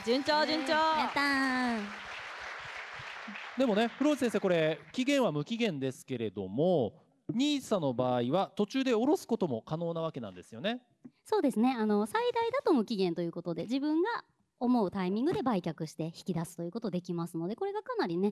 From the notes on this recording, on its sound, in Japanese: 番組初の公開収録の模様です！